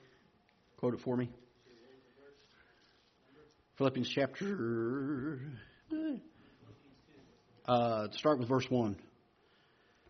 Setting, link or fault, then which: setting, large echoing room